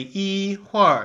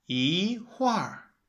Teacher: But anyway, so yi is first tone, hua or hui is fourth tone. So when you get a first and a fourth, you change it to a second and a fourth · Shown in: second take